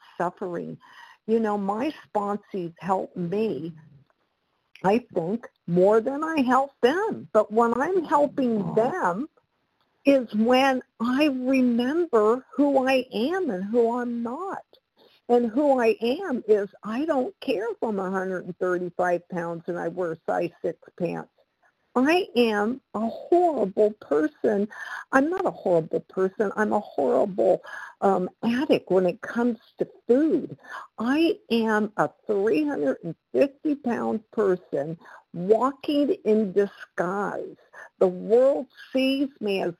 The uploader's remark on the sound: the 100 Pounders Phone Meeting, 1/10/23